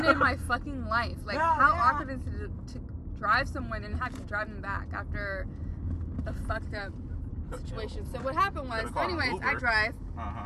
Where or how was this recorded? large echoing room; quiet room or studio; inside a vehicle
inside a vehicle